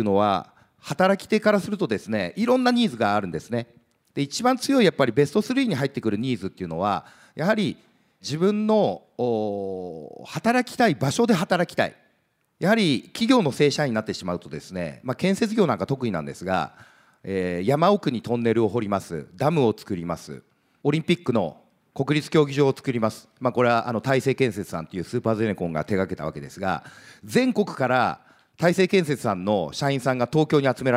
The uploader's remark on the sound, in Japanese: 東京・三田の建築会館ホールで行われた「ラジオNIKKEI 相場の福の神 注目企業ＩＲセミナー」